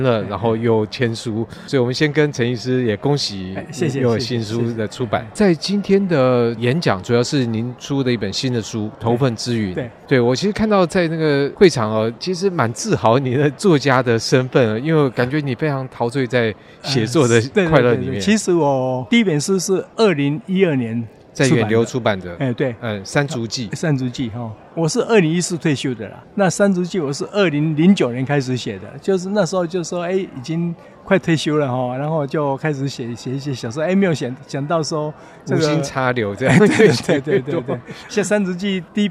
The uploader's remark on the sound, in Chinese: 世貿中心現場報導